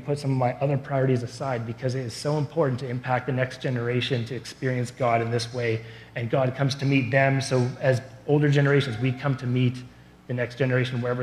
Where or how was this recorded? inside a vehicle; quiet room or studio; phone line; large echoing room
large echoing room